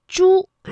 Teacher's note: 它这个舌尖呢是要抵住或者是接近硬腭的前部来发音的